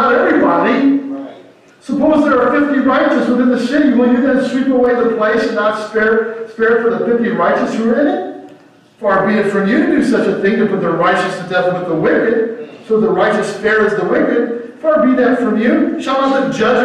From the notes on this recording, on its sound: Audio for this video starts at the 22:50 mark in the video. Technical issues.